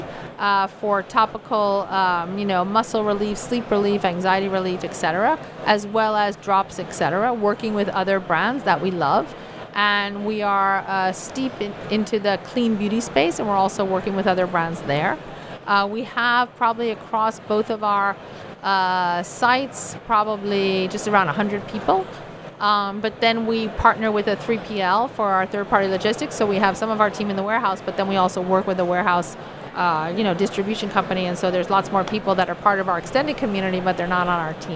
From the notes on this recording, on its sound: live from Slush 2019